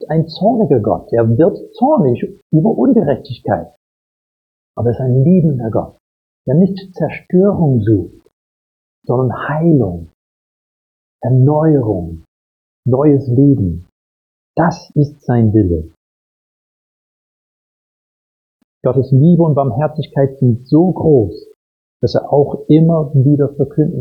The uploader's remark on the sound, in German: Predigt aus dem Gottesdienst vom 17.